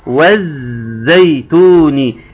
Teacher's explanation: حرف الزي أصبح مشدد وفي لام أضغمت فيه · حرف الزاي نعلم أن له صفير، له إيه، له أزيز، عامل زي أزيز النحل كده، خدوا الأزيز بتاعه ده وقالوا زي أزيز النحل. · Term: اللام الشمسية